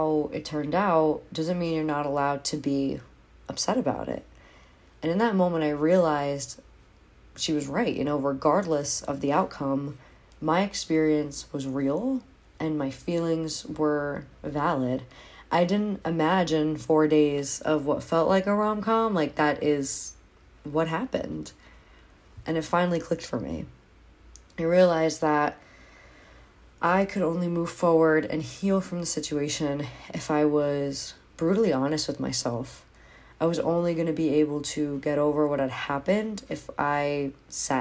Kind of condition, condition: fault, phone or laptop microphone